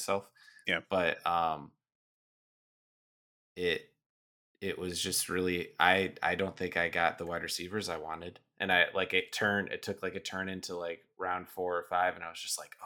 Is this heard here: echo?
yes